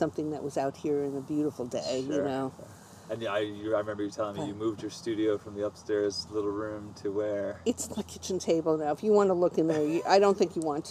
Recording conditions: sounds in the background